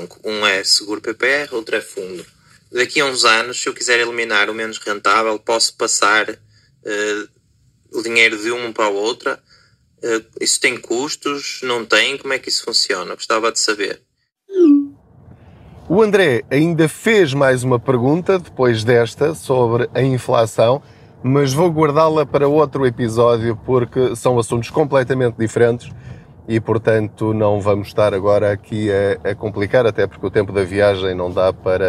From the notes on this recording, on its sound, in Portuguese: Não ligue aos barulhos da viagem.